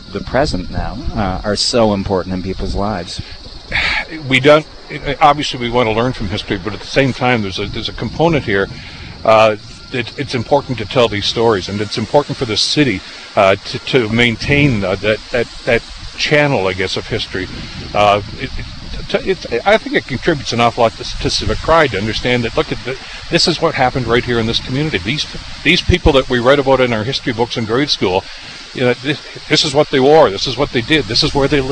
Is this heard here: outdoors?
yes